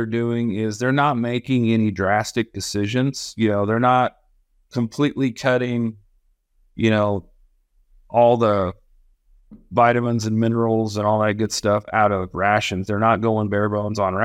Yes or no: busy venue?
no